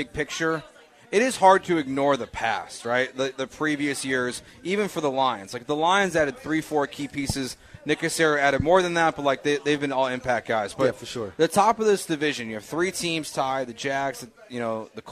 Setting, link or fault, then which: setting, busy venue